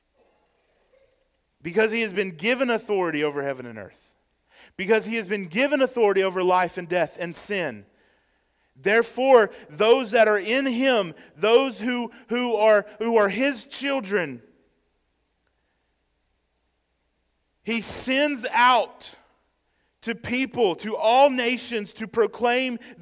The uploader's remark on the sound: Sermon preached on December 10, 2023, at First Baptist Church, Waynesboro, GA during the Morning Worship Service.